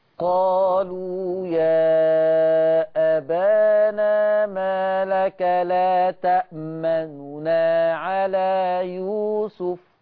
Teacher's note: فلما افك النون الاولى عن النون الثانية هعمل اختلاس للنون الاولى المضمومة · Term: الاختلاس